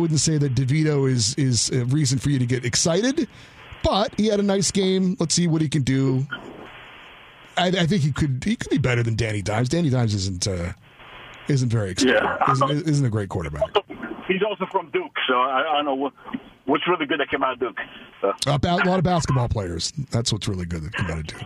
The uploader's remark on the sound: take your phone calls